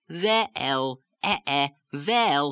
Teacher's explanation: In this situation, you don't have a next syllable on which to drop the pitch back down. So you sort of have to extend the one syllable into two to draw out the vowel. You're almost making a diptong or a double vowel out of it, or saying the vowel pronunciation, well, well, saying it twice. · Term: Yiddish lilt